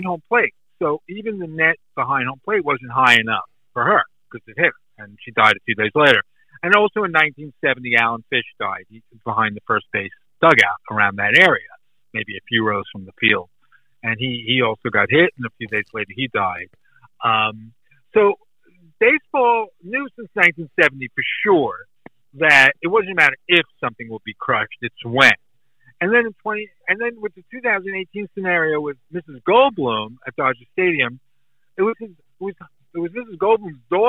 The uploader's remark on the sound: Recorded via phone call